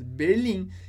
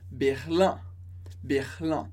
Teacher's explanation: Lembra que não existe em francês o som in. · Shown in: second take · Por isso, em português, Berlin.